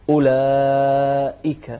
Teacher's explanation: نوضح الهمزة الثانية مع كسرها